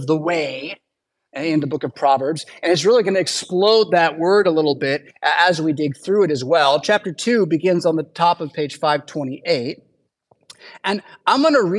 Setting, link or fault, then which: setting, large echoing room